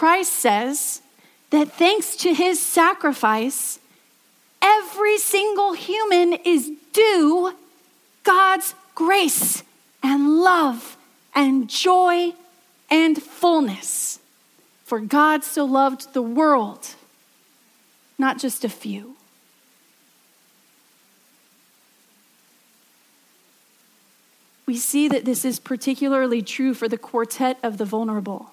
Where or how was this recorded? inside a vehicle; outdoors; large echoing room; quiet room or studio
large echoing room